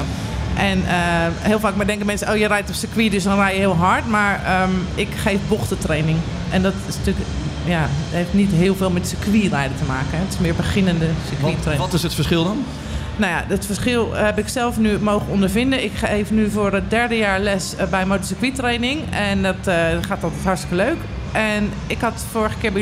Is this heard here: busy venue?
yes